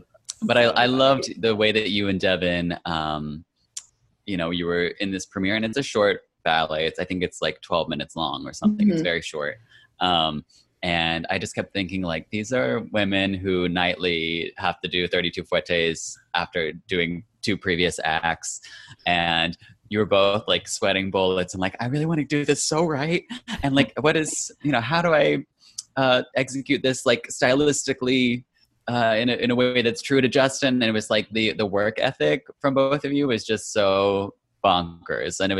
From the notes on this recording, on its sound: Recorded as a part of the 2020 Vail Dance Festival: Digital Edition. Our Zoom chat.